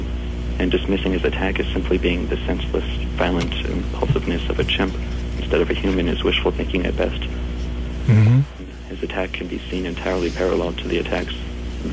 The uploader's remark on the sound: Phone Call. Phone's call to Anarchy Radio.